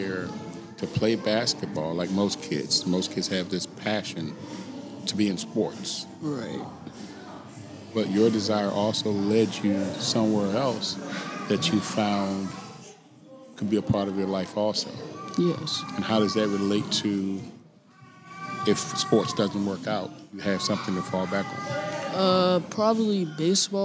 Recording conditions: busy venue